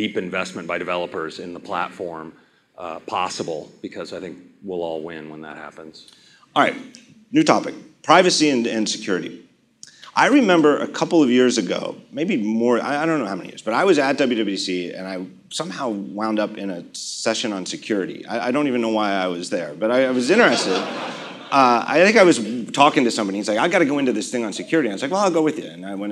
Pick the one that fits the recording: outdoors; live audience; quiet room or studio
live audience